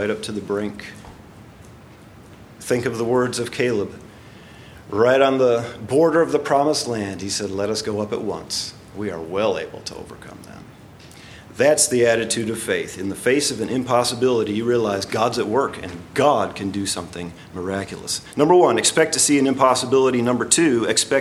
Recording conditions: large echoing room